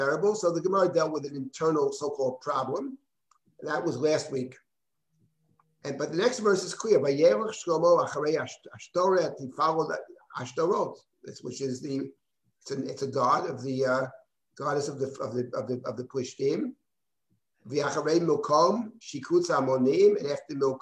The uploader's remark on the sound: This audio was originally captured from Zoom